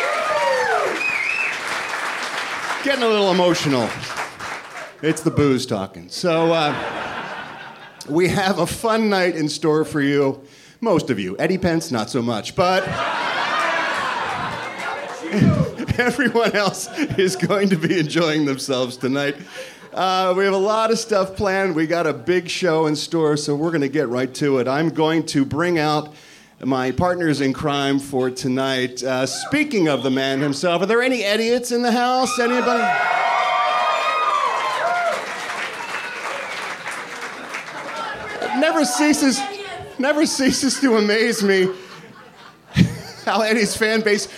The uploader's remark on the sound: LIVE At The Improv. SOLD OUT recording of #TheRalphReport - LIVE on Saturday night.